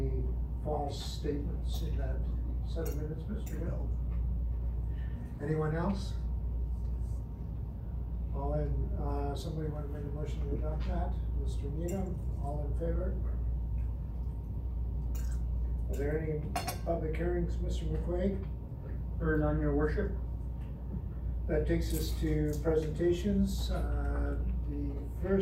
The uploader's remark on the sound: Audio recording of the August 12, 2019 Regular Meeting of Peace River's Town Council.